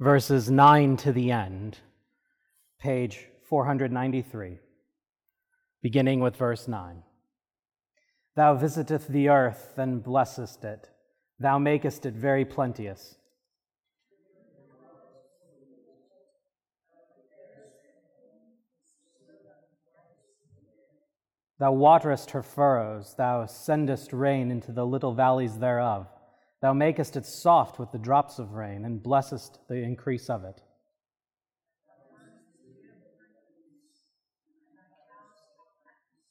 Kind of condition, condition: setting, large echoing room